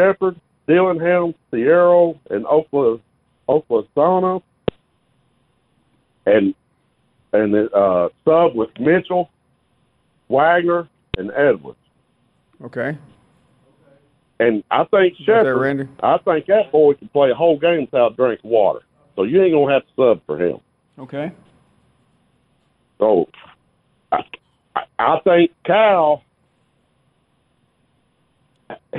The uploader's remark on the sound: we continue with more of your phone calls